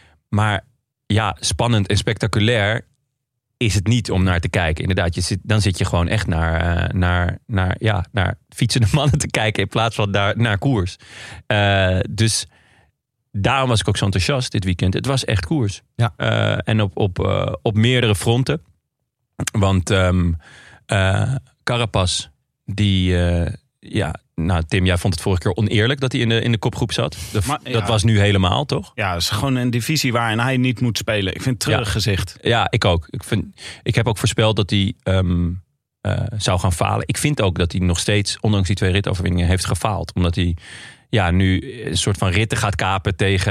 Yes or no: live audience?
no